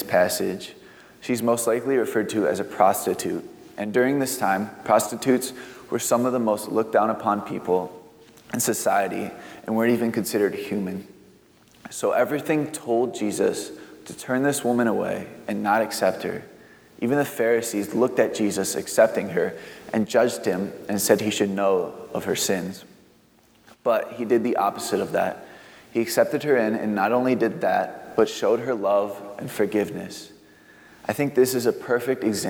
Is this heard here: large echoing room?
yes